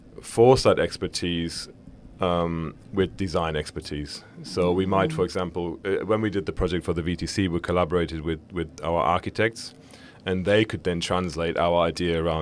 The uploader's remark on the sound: LIVE from Dubai. Looking Outside comes to you LIVE from the Dubai Future Forum, the largest gathering of futurists in the world.